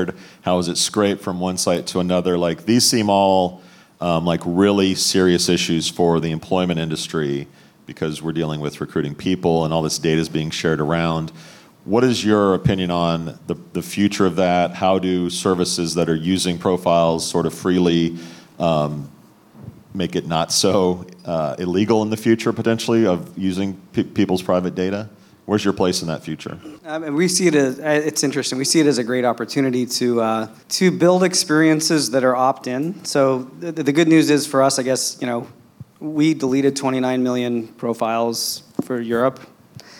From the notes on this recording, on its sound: Live from New York, the boys recorded the weekly show at HireConf, HiringSolved’s conference.